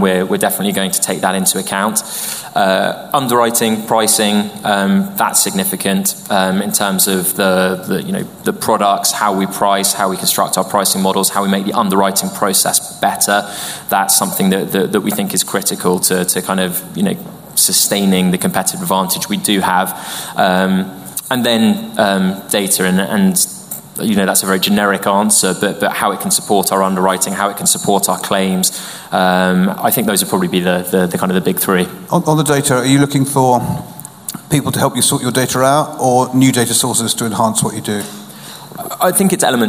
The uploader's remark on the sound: We're back in the Steelyard for our autumn season of evening events. From the first half of our Reverse Pitch event on 24 September.